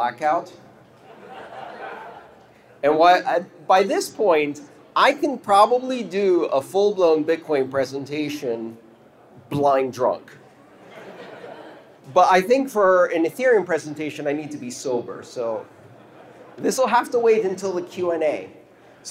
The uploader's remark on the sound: This talk took place on February 16th 2019 at the EthDenver conference in Denver, Colorado.